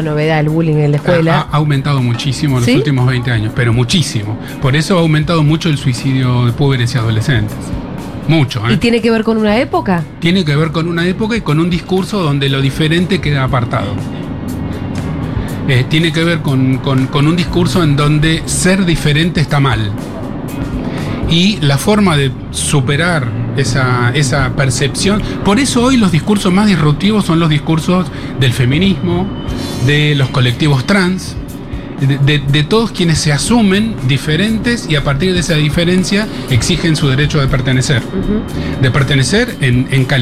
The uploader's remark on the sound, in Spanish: Segurola en vivo en Yunta Bar. Futurock FM.